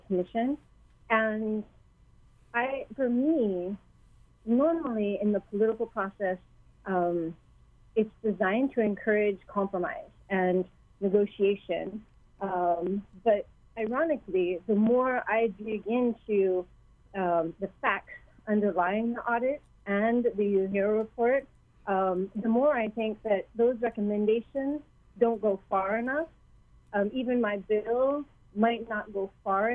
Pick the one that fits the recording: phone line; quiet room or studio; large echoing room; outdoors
phone line